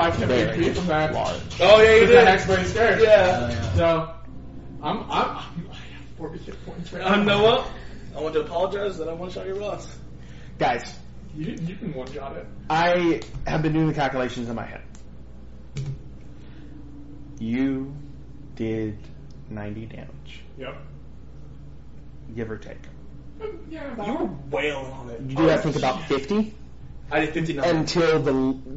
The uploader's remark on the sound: We have managed to scrape together a ear-piercing, echoey but very pretty and exciting session of DND!